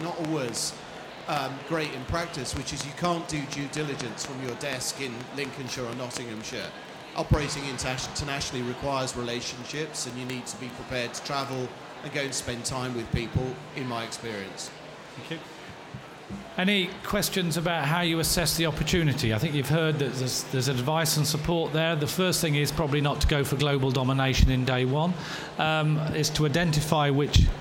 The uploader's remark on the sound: Expo East 2018 discussion panel.